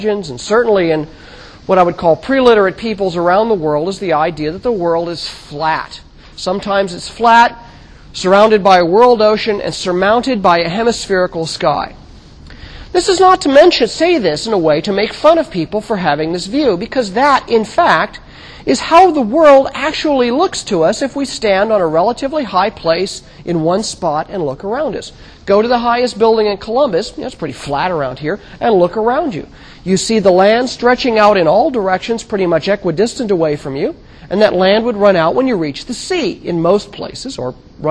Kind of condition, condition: setting, large echoing room